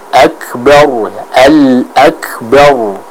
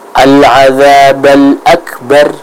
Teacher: huruf ra tersebut sama-sama dibaca dengan tebal